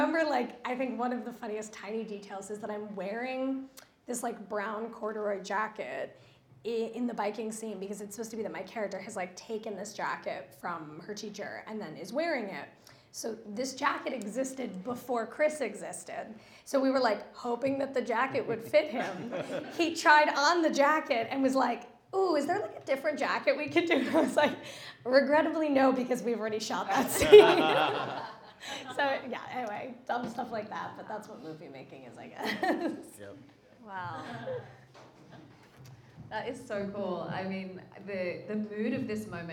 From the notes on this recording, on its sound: LIVE from Production Connect. Recorded LIVE at Production Connect’s indie film night.